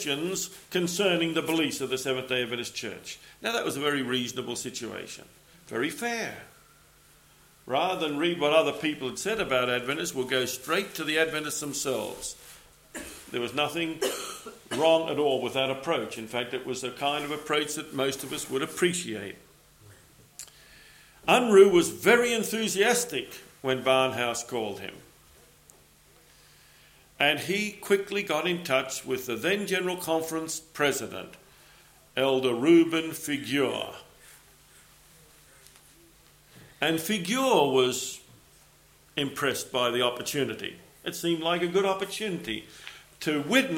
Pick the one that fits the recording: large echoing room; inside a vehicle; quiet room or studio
large echoing room